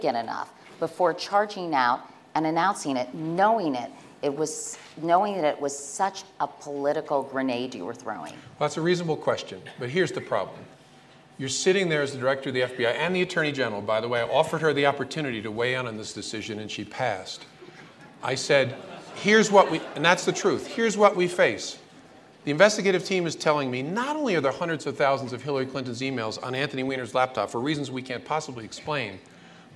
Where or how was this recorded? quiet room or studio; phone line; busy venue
busy venue